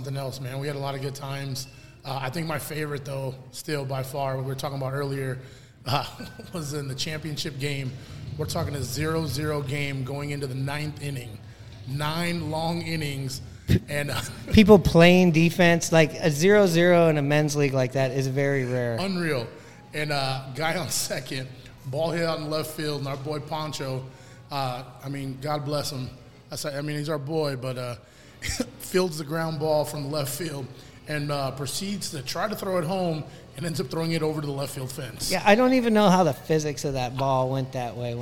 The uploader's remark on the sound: Live from the Smoke and Fire Social Eatery